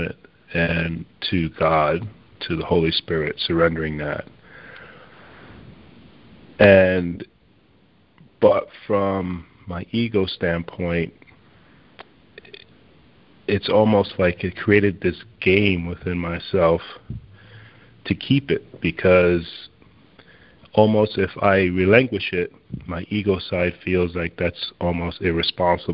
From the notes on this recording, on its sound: ACIM Daily TEXT Conference Call.